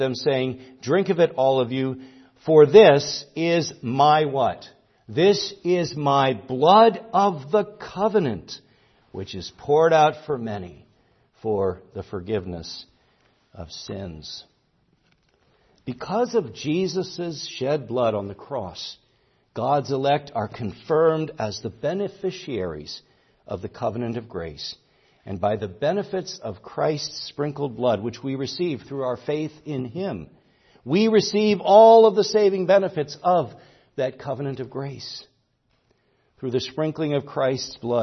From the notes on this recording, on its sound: preached at Grace Orthodox Presbyterian Church in Sewickley, PA, during the evening Worship Service on Sunday, October 15, 2023